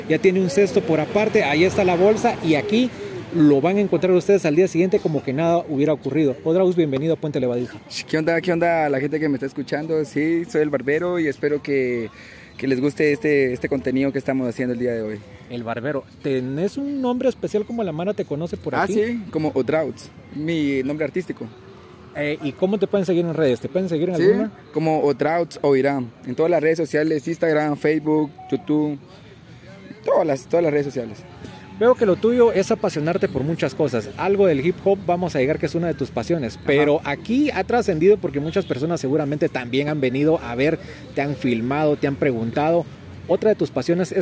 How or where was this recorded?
outdoors